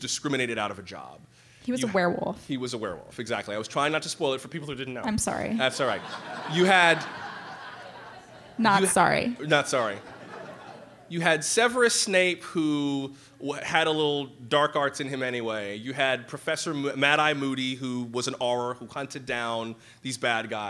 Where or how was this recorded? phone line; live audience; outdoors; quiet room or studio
live audience